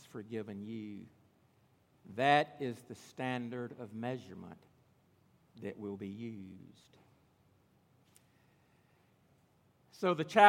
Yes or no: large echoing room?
yes